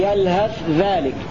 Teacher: بإظهار الثاء عند الذال في سورة الأعراف